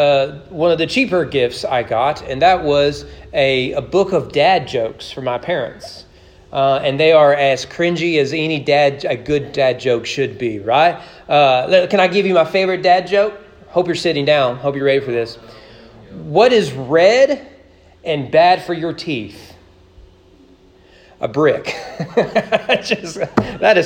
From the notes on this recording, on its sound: Sermon preached at East Frankfort Baptist Church on December 26, 2021 during morning worship.